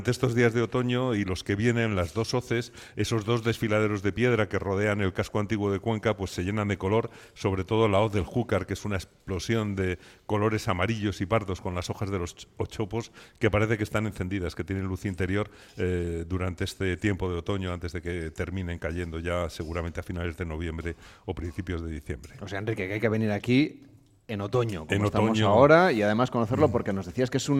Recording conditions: busy venue